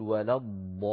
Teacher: لأن الثانية امتداد للضاد المفخمة فخرجت مفخمة مثلها